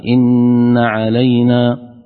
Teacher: نون مشددة حكمها الغنة بمقدار حركتين